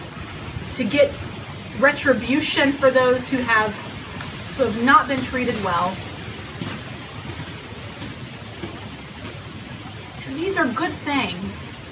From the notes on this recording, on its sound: Worship Among the Leaves (an outdoor recording)